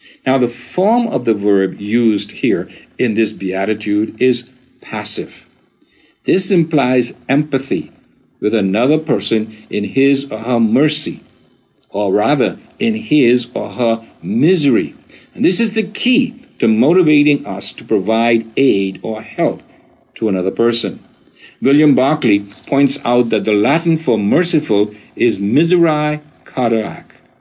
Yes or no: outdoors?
no